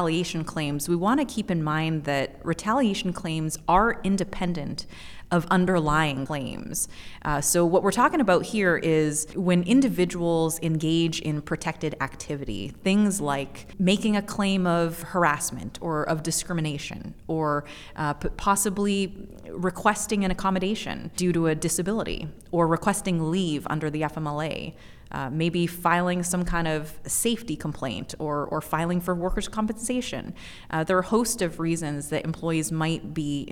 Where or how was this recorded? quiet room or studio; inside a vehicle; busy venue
busy venue